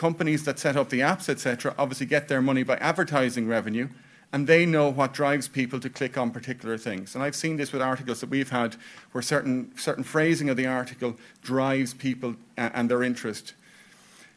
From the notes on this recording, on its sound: This podcast is taken from a recording symposium on hosted by safe food at the 2019 Federation of European Nutrition Societies conference. This podcast is taken from a recording symposium on hosted by safe food at the 2019 Federation of European Nutrition Societies conference.